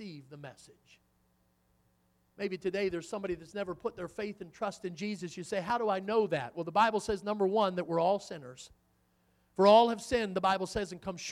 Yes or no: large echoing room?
yes